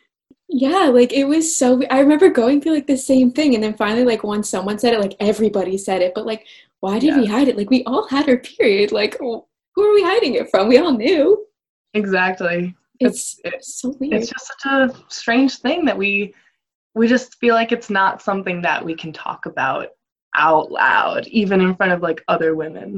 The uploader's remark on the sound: Bare with my zoom audio